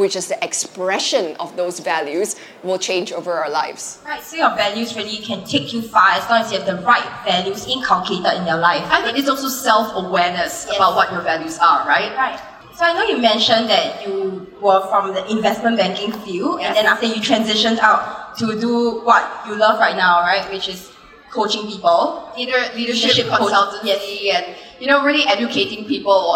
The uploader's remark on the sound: Live From SG Fintech Fest. In our first LIVE episode.